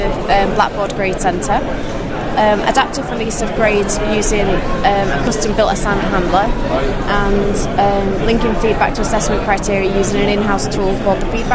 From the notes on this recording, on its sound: Recording of the poster session. (Sheffield Hallam University).